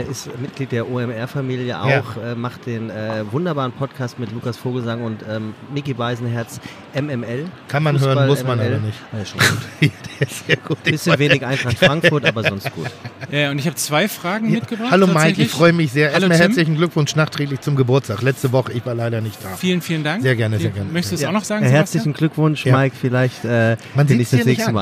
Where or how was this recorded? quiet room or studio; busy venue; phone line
busy venue